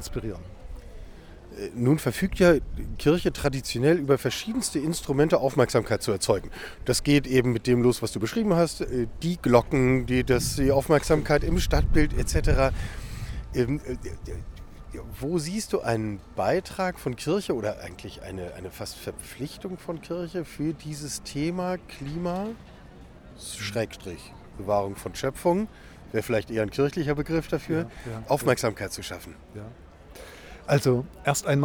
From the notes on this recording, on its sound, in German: Eine Zusatzfolge live vom Klimastreik. Wenn 15.000 Menschen allein in Leipzig auf die Straße gehen, um ihr Recht auf eine lebenswerte Zukunft einzufordern, mischen wir uns mitten drunter und sprechen mit Menschen.